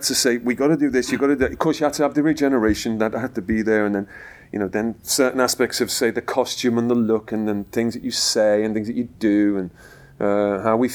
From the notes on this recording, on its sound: Recorded today at MCM London. Recorded today at MCM London.